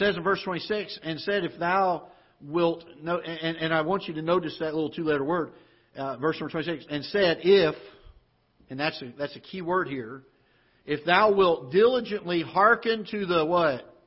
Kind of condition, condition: setting, large echoing room